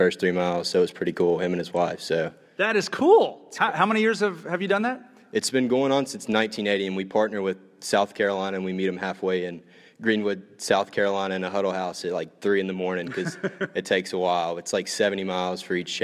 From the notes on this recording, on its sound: Live at Clemson University. Today’s show begins with a live studio audience at Clemson University in South Carolina.